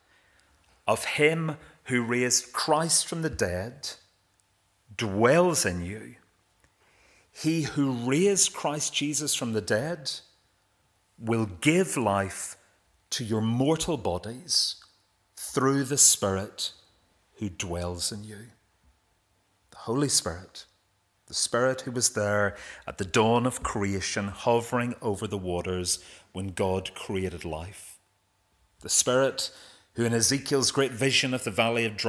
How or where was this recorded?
large echoing room